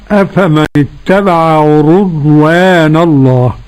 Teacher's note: قرأ شعبة بضم الراء